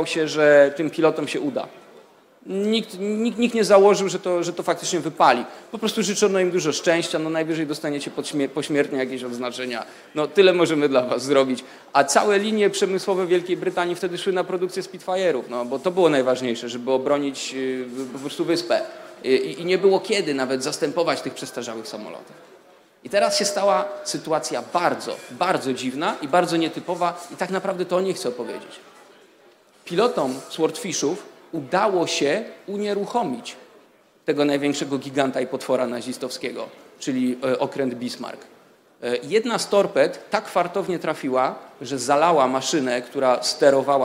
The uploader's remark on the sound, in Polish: Prezentujemy nagrania prelekcji z tegorocznego Weekendu Kapitalizmu, który w dniach 8-10 października w Warszawie zgromadził ponad 300 sympatyków radykalnej wolności - w tym przedsiębiorców, polityków, dziennikarzy, studentów, artystów i aktywistów.